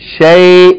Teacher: That's a diphthong. Fatha followed by ya with sukun.